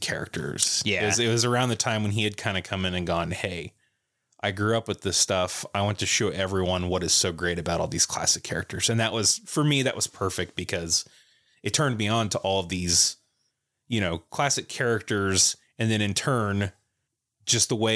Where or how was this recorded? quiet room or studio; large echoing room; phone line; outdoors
quiet room or studio